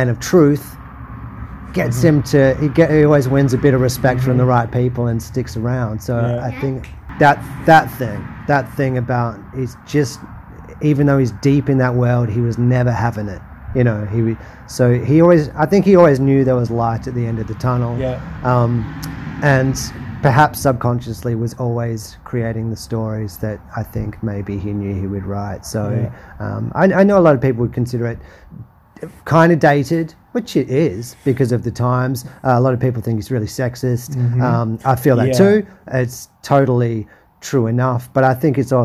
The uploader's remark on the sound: recorded at The Wheeler Centre, Melbourne, in 2015